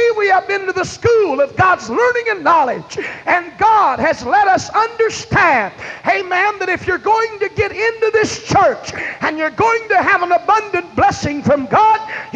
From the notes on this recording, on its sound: This excerpt was taken from a message preached at First Apostolic Church in North Vernon, Indiana.